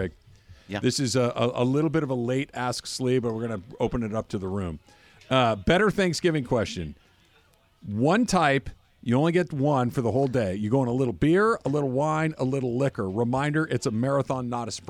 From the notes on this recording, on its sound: LIVE from Yorba Linda at the Black Gold Golf Course